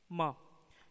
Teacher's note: ये हिंदी के अल्प प्राण सघोष ओष्ठ अनुनासिक ध्वनि है